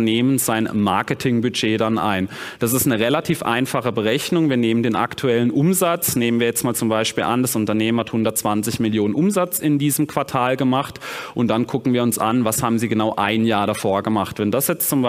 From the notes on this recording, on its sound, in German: Vortrag auf der Invest.